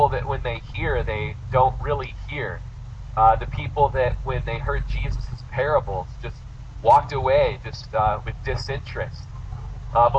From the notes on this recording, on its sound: This is our last service in the park so bear with us through the added noise.